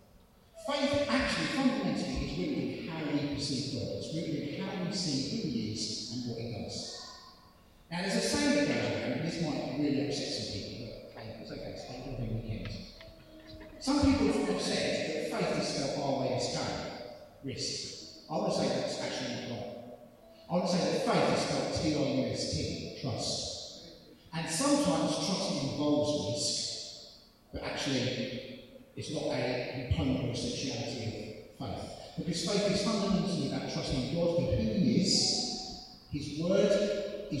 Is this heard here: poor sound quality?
yes